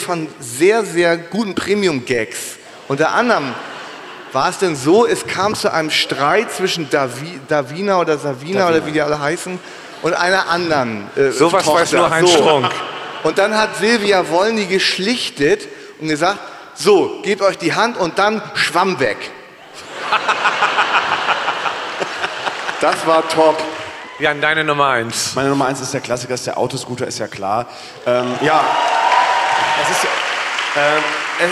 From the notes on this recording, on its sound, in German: Live aus Hamburg. Live aus der Sporthalle Hamburg.